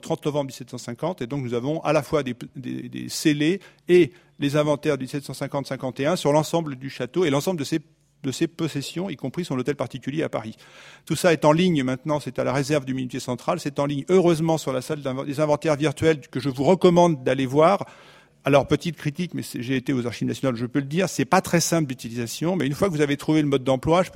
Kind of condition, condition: setting, live audience